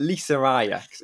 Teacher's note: introduce an intrusive R in between the Lisa and the Ajax